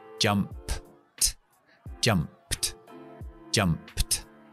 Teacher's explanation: Pongo la ED pero pronuncio P más T.